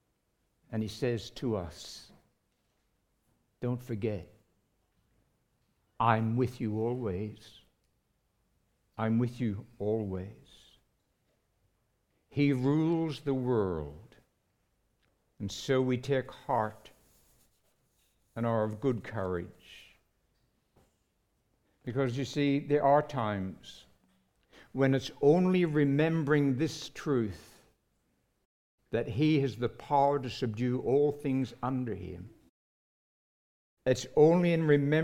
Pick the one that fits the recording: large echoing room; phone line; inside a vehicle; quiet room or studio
large echoing room